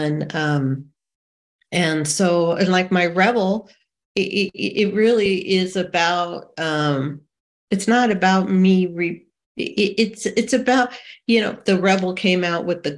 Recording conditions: video call